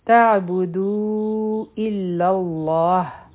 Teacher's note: دا مد منفصل دی، څلور حرکه به یې راکاږو. او لام جلاله به غټ وایو او دا هم مد عارض لسکون دی، ځکه چې دلته مونږ ودرېدو.